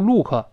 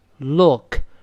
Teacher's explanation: 注意不要读陆可，不是乌，是呃 · Shown in: second take